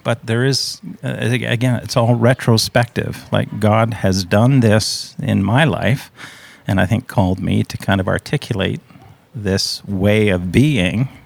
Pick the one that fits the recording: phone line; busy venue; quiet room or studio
busy venue